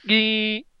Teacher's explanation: It appears to be a high tone and nasalized long vowel.